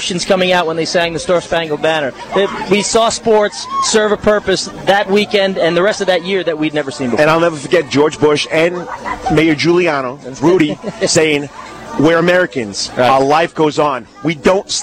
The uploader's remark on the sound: live form The Tunnel to Tower 5k Walk Run at Orleans Square in Savannah Georgia